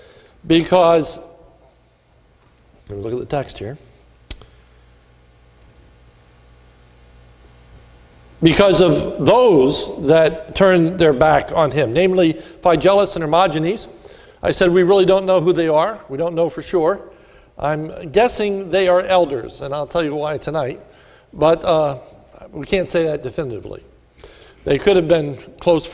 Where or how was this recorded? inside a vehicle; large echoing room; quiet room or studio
large echoing room